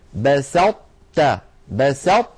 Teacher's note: أطبقنا اللسان على طاء من غير قلقلة، تاء فتحنا على تاء، فلا نحن أظهرناها فقلنا بسطت، ولا نحن أدغمناها إدغاما كاملا فقلنا بسطت. · Term: الإدغام الناقص